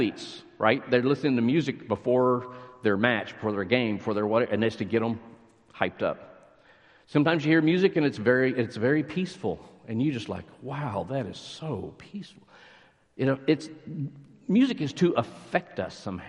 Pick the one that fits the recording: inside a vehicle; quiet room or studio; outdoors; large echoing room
large echoing room